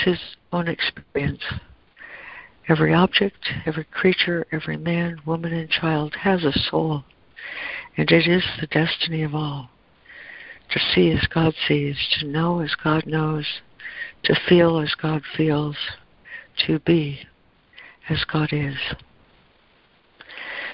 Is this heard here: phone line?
yes